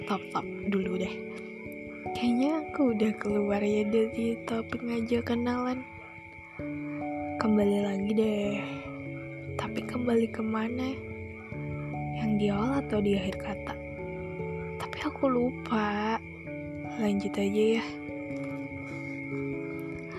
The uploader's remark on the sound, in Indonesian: Maafin kalo ada suara yang lain yang masuk.